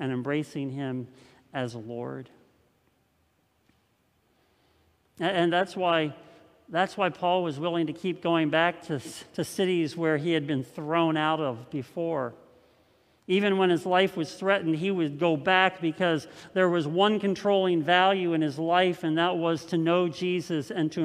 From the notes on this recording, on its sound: This message was first preached on November 8th 2020 at Linglestown Life Church in Harrisburg PA.